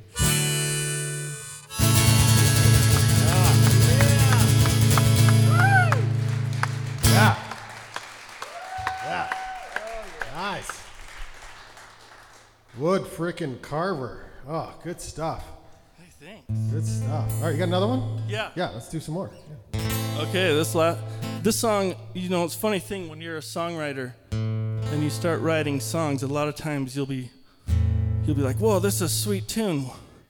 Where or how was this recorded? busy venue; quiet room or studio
busy venue